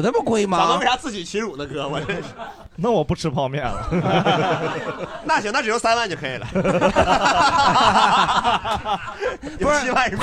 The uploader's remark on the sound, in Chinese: 这是一档由喜剧演员们和现场观众朋友们共同录制的播客节目